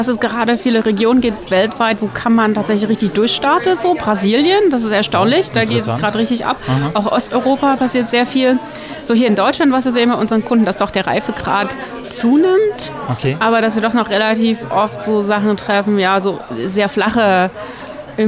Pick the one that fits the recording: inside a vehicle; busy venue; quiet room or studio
busy venue